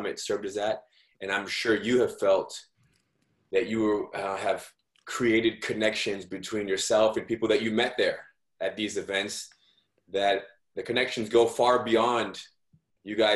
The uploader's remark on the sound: From Live Private Zoom Session